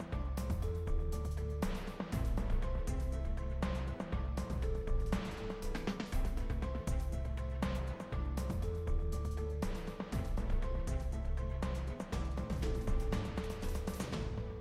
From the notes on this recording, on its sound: Apologies for the mic hitting everything - the excitement of having a co-host was real!